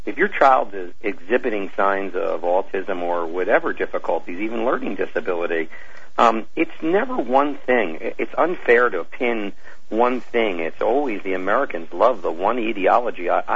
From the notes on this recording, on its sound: Open Phone Lines. To take calls from listeners.